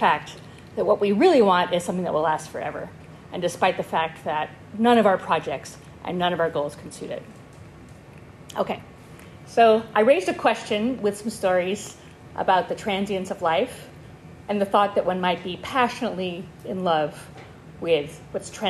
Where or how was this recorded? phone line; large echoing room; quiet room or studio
large echoing room